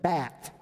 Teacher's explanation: it has a little kind of TH sound on the end of it